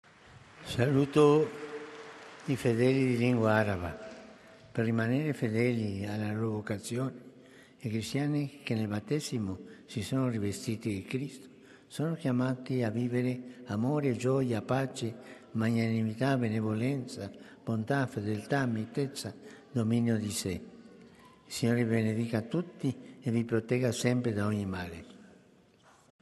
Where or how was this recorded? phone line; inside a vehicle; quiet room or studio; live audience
live audience